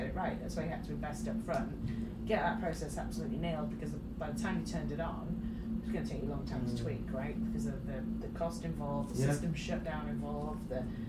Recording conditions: poor microphone